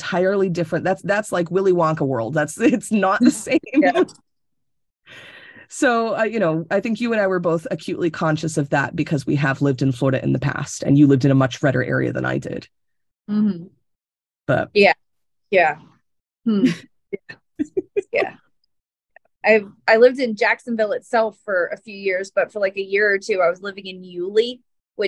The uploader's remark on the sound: This episode was recorded over Zoom, and is more of a conversation than our normal style.